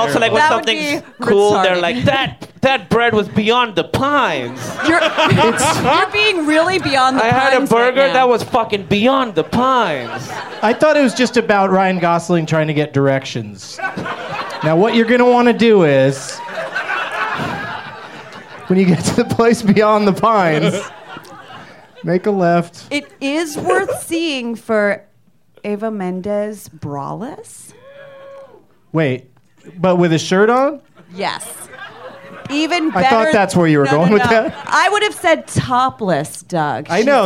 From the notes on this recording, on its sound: Live from Flappers in Burbank, CA